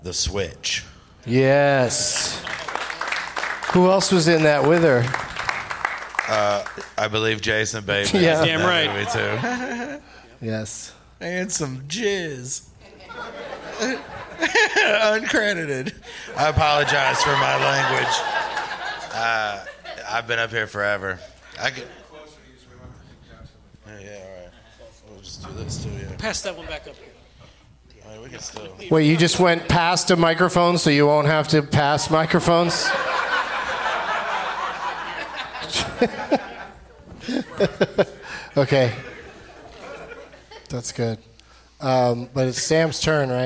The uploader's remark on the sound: Live from Largo at the Coronet in Los Angeles